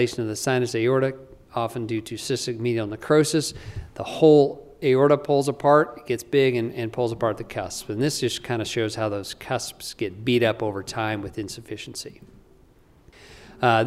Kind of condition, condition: setting, large echoing room